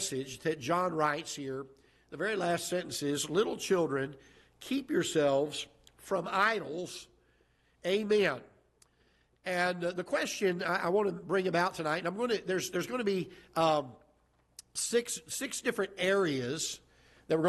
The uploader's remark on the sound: Ketha Heights Baptist Church ~ Live Broadcast